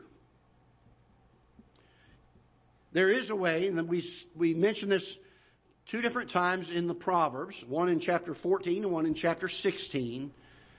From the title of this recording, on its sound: Ketha Heights Baptist Church ~ Live Broadcast